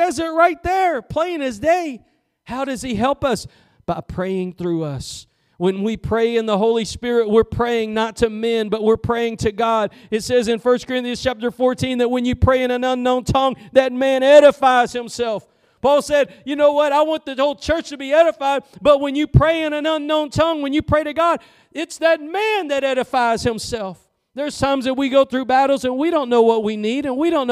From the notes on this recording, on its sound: Preached at Gospel Lighthouse in Bossier City, La.